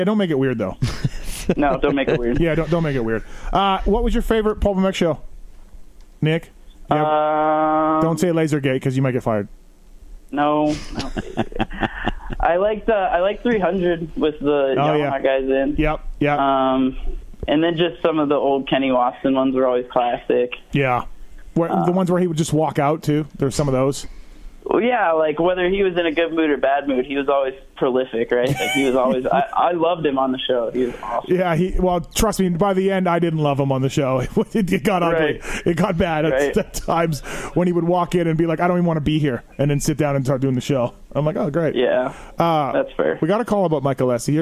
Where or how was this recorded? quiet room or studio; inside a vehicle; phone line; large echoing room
phone line